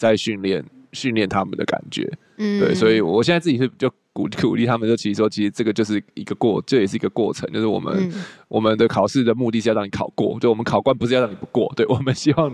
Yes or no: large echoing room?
no